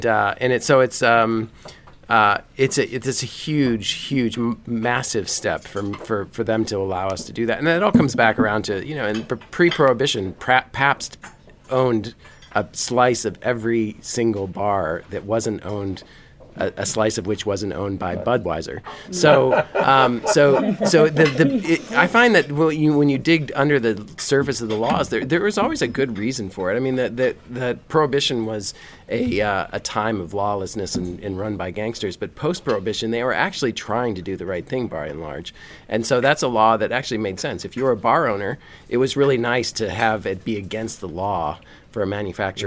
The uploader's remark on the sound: A conversation recorded at the Cornelia St Cafe. A Conversation at the Cornelia St Cafe. A conversation recorded at the Cornelia St Cafe.